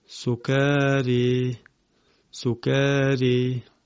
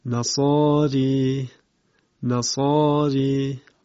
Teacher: این هم باز الف پایانیش اماله میشود